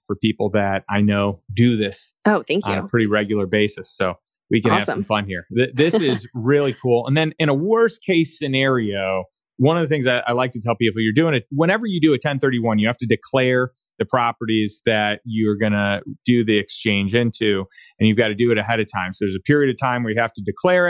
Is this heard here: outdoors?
no